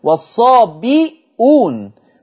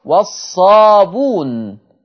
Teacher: حذف الهمزة، شال الهمزة، وخد الضمة اللي فوق الهمزة نقلها لحرف الباء · Shown in: second take · فصارت والصابون.